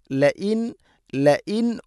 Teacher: ഹംസ ഉച്ചരിക്കണം. തൊണ്ടയുടെ താഴെ ഭാഗമാണ് മഖ്റജ്. ലഇൻ ലഇൻ ഉ ലഇൻ ഉ സാക്കിന നൂന് ശേഷം ഹംസ ഇദ്ഹാർ വെളിവാക്കി ഉച്ചരിക്കണം.